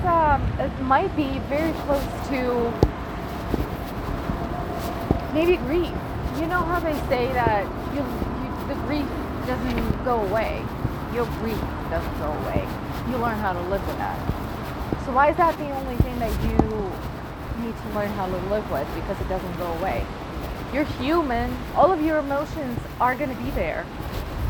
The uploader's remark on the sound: I'm nowhere near my recording equipment, so let's go on a walk together and have a chat!